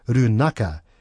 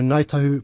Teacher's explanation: the NG sound becomes a K sound in the South Island · Shown in: first take